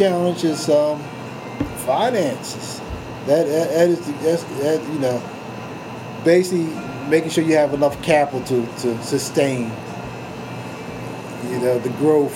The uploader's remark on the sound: There was a bit of a humming sound in the background that could not be edited out.